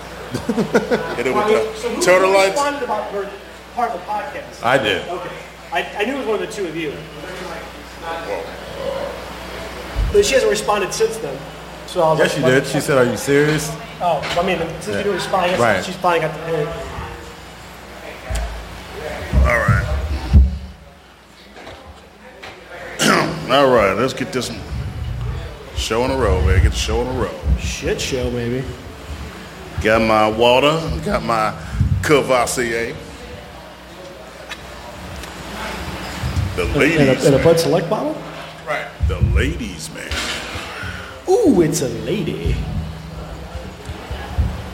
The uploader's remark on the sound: Chatting live from the breezy patio of Pepper's Bar & Grill on an unusual cool August night in South St. Louis. A new attendee of the live performance.